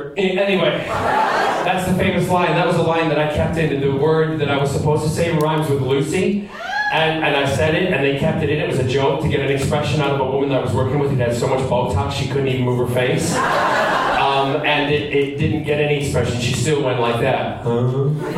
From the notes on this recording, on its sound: Q&A panel Recorded at Boston Comic Con 2014. Answers questions during his panel at Boston Comic Con 2014.